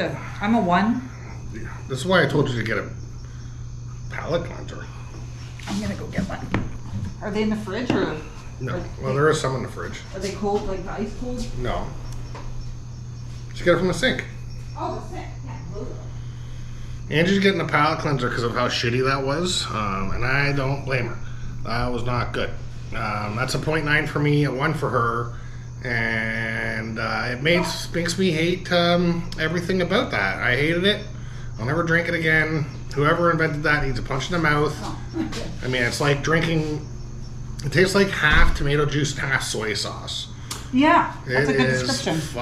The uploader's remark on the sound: Barceló Maya Riviera Resort in Mexico. They recorded a podcast on the balcony of course!